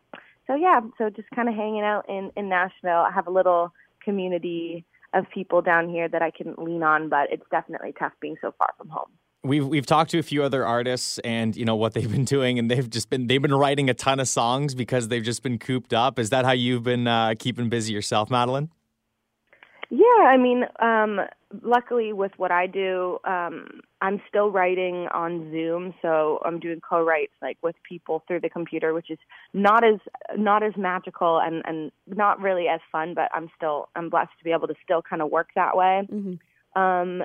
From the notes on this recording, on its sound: over the phone